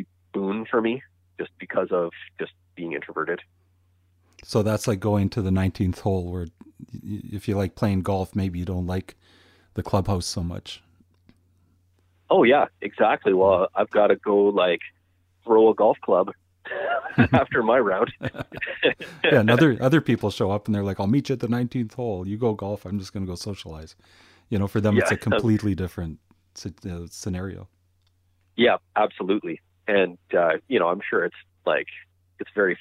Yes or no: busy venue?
no